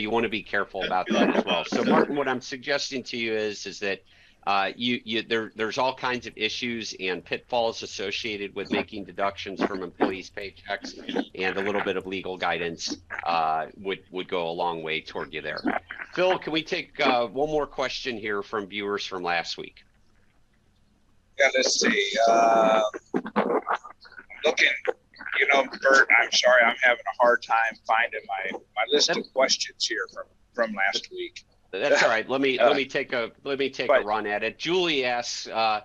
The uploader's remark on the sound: We come to you live from a fishing boat